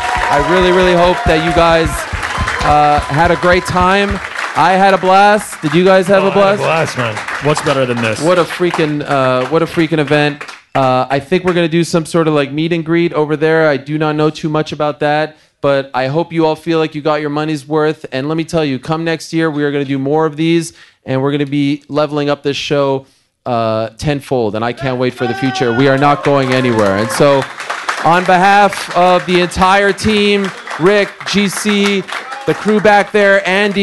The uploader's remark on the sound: Live from New York! Takes questions from the crowd.